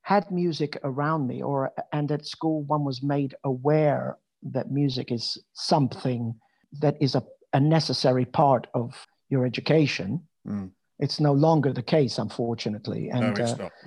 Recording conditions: video call